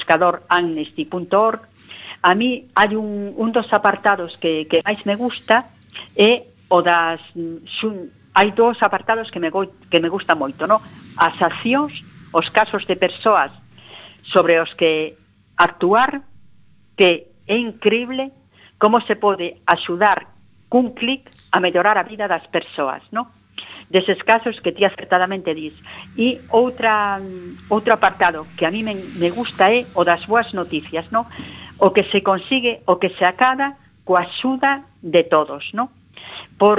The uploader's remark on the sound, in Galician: CUAC FM. Hoxe tivemos conversas ben interesantes por teléfono.